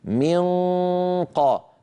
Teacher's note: لذلك لما ننطق نونا مخفى عند قاف مثل منقى من أقصى اللسان اللي هو مخرج القاف ينقفل تماما ويلامس الحنك اللحمي، فما بيعود في صوت يمر من هنا.